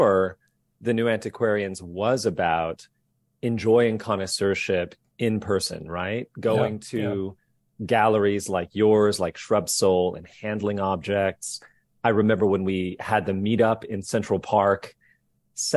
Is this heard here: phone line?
no